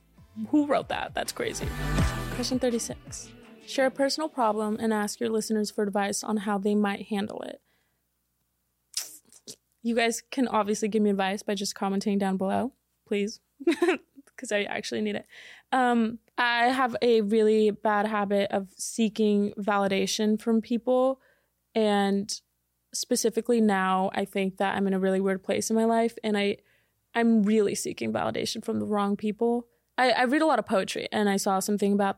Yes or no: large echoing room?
no